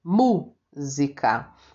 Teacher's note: E a palavra música, a única sílaba forte aí, a sílaba tônica é o MU. Música. Então circula só MU, não a palavra inteira, tá?